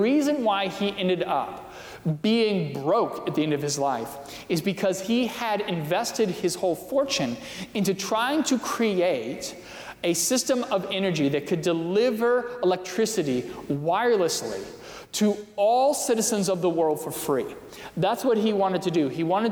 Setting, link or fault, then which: setting, large echoing room